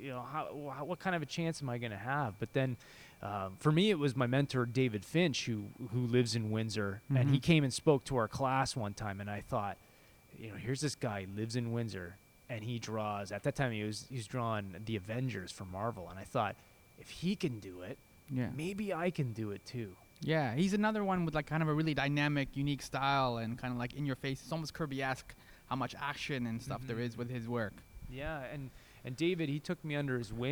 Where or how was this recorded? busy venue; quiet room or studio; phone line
busy venue